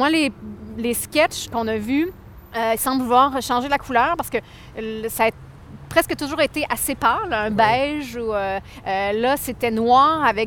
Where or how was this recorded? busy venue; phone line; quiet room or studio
busy venue